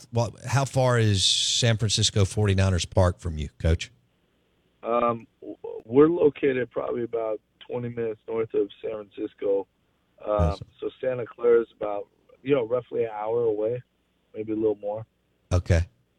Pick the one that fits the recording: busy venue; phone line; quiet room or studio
phone line